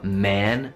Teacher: quando dovete fare la A in inglese, la vocale che si sente nella parola man, uomo, dovete abbassare la lingua e spostarlo avanti.